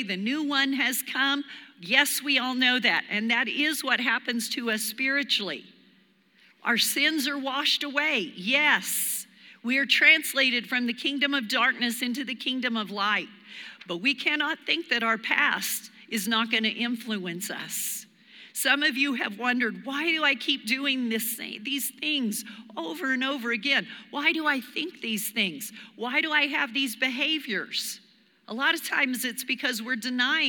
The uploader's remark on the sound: Recorded live during our Wednesday night service